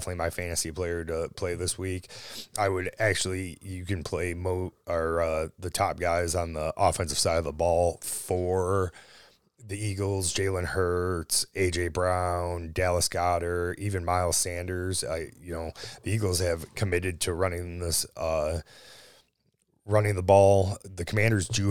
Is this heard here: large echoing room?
no